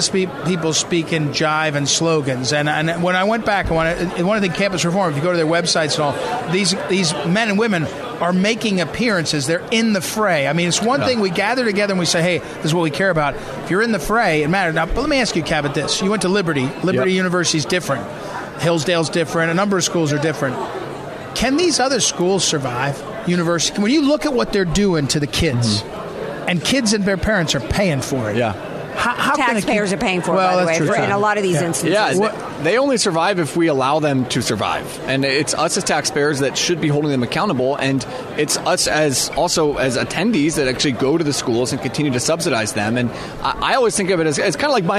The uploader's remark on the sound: Joins us live from CPAC.